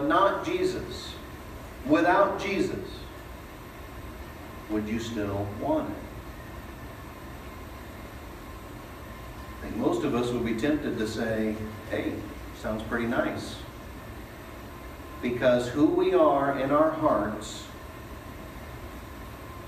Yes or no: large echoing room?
yes